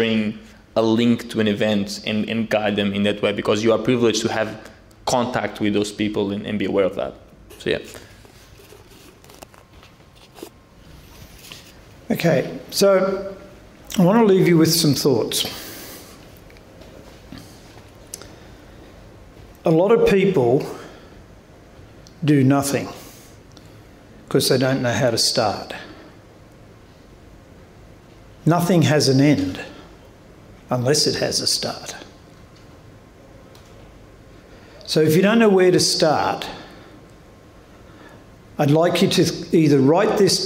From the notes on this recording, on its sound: LIVE Panel Discussion. Our first ever in-person event.